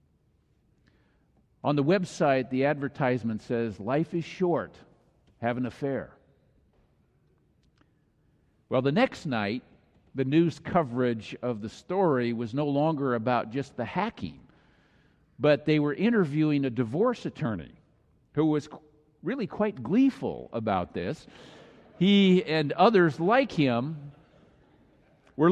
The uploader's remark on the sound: Final message of the Summer Series delivered during the Traditonal Worship service.